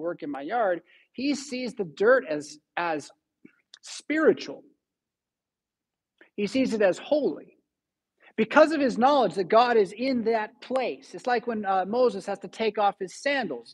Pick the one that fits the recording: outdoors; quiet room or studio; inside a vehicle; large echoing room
large echoing room